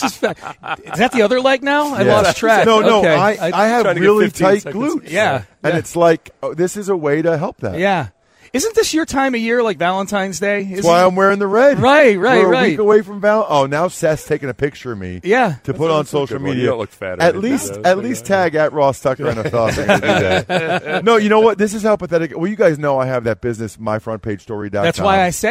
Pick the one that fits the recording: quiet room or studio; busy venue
busy venue